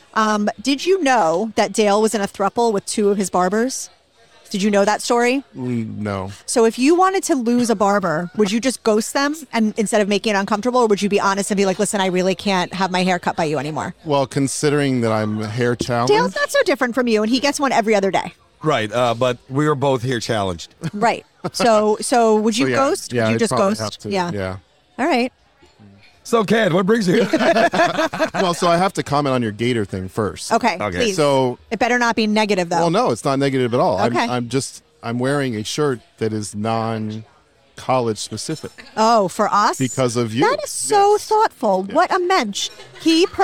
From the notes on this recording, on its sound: Recorded at American Social Las Olas